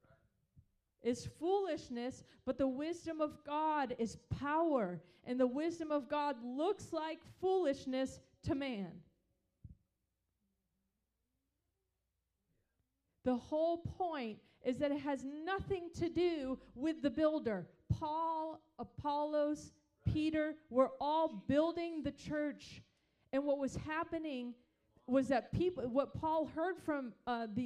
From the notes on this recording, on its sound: Recorded on April 16, 2023 at Crossing Life Church in Carmel, ME.